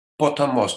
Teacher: the first two syllables of potamos are both short